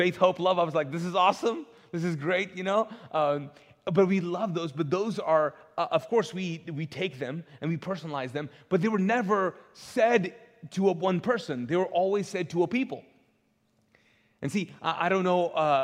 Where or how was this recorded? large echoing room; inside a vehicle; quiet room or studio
large echoing room